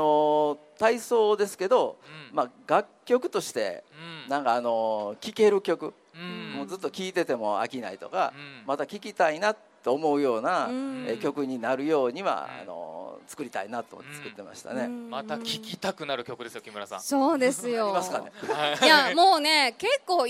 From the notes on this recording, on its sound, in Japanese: 府立清明高校で「北区民ふれあいまつり」が催されました。RADIO MIX KYOTOは、ステージ上で公開収録を行いました。